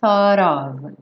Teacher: esse T já vai juntar no of